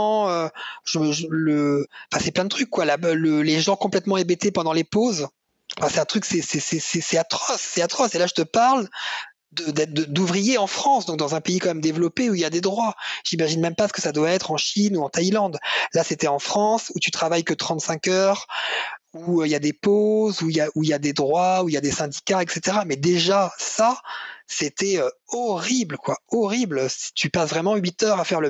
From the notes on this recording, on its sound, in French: Cet épisode a été réalisé le 27 mars 2020 en visioconférence.